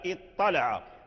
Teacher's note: فكان الطاء مشددا سببه هو أن التاء أدغم في الطاء · Term: أدغم التاء في الطاء